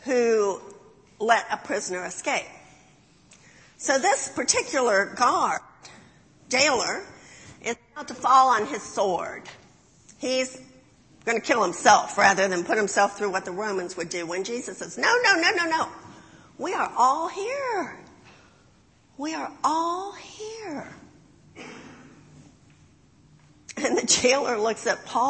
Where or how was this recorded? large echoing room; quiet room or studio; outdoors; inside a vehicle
large echoing room